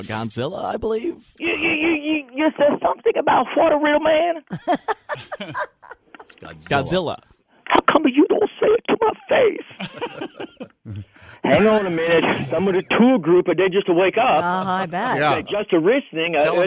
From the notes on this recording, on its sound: A Japanese Tourist Calls. A phone call from a Japanese tourist.